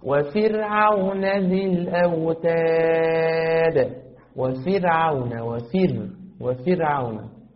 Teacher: الراء في فرعون ساكنة وسبقت بكسر، فإذا الراء مرققة لأنها سبقت بكسر أصلي